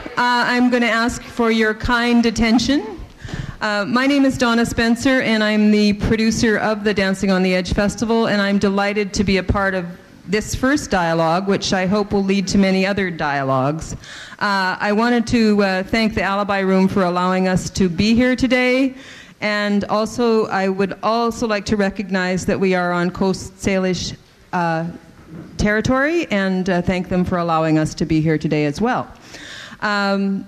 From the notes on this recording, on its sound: from the 2009 Dancing on the Edge Festival.